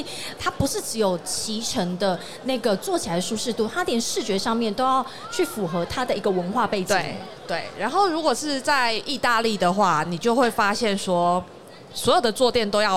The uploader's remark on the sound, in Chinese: 2022 Taipei Cycle台北國際自行車展-Live Podcast